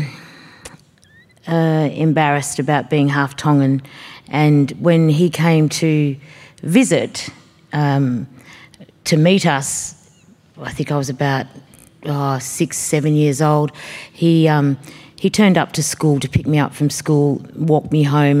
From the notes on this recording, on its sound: This event was recorded at The Capitol as part of the Wheeler Centre’s Spring Fling in September 2022.